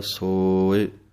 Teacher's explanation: ਸੱਸੇ ਹੋੜਾ ਲੰਮਾ ਬੋਲਣਾ ਹੈ, ਸੋਏ ਈੜੀ ਸਿਹਾਰੀ ਦੀ ਆਵਾਜ਼ ਥੋੜ੍ਹੀ ਦੇਣੀ ਹੈ